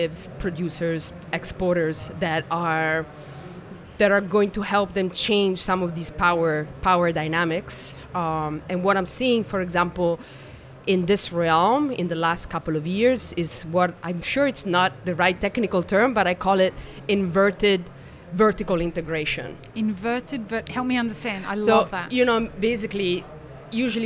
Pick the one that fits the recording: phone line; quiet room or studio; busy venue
busy venue